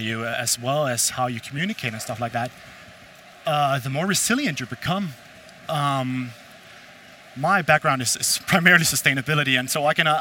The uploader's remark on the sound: a live panel talk from CIFF, Copenhagen International Fashion Fairs